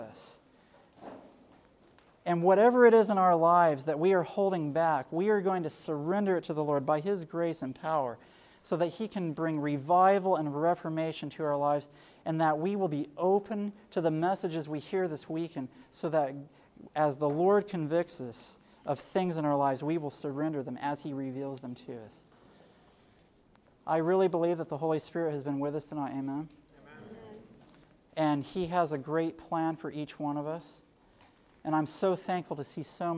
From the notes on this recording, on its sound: Sermon given at Generation For Christ 2010 Conference at Camp Balandra in Balandra, Trinidad on July 30, 2010